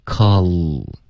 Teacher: call 结尾呢不要嘟嘴发抠 OK 不是一个 o 的音要动舌尖